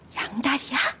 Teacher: The ya or ia ending with the raised intonation indicates a casual question.